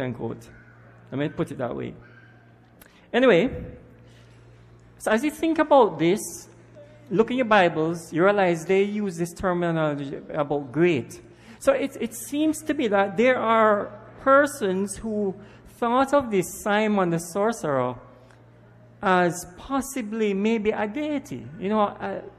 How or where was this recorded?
large echoing room